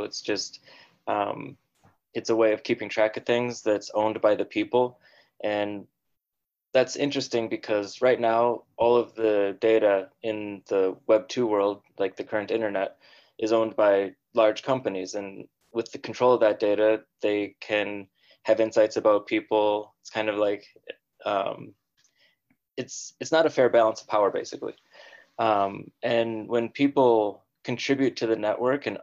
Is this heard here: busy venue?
no